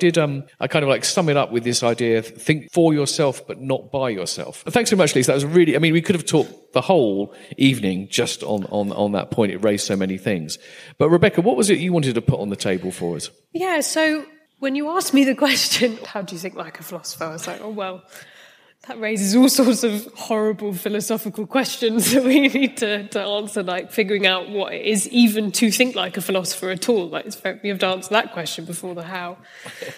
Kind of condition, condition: setting, live audience